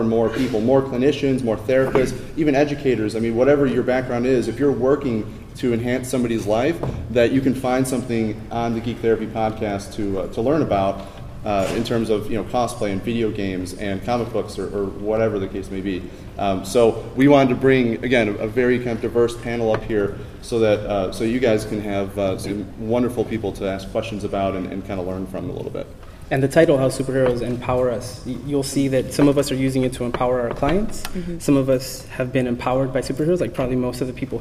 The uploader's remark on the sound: Geek Therapy at SDCC 2013